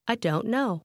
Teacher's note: le son T dans don't disparaît presque et comme les mots fondent ensemble